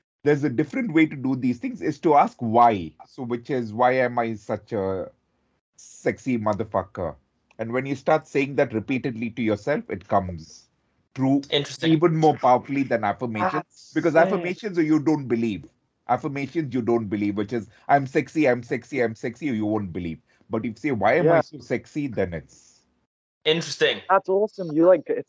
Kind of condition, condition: link, video call